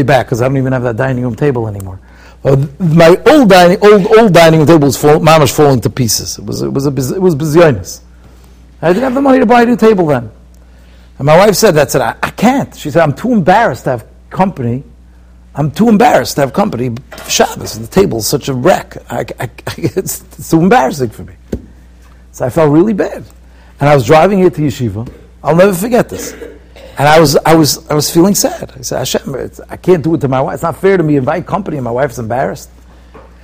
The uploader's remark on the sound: Shiur recorded in Yeshivas Ohr Reuven, Monsey, NY.